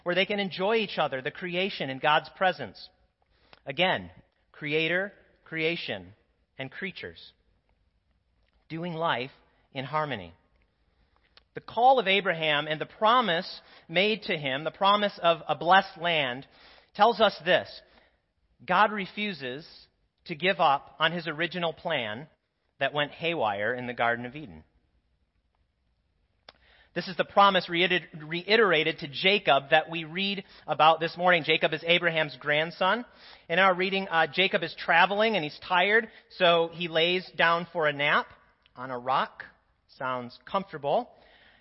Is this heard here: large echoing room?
yes